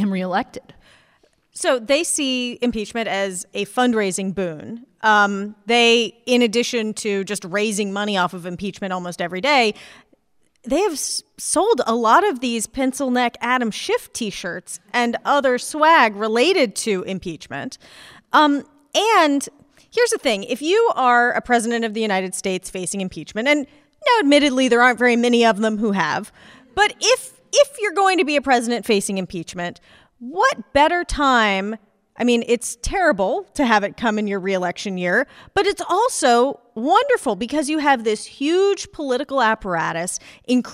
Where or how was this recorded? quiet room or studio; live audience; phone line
live audience